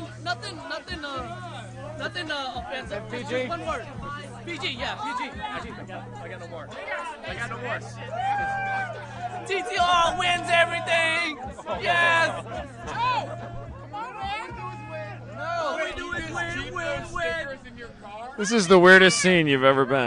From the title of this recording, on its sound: Live From Honda Meet